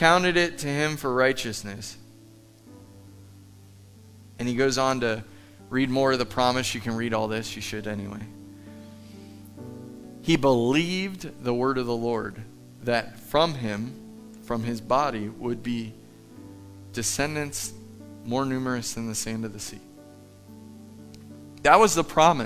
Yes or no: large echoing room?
yes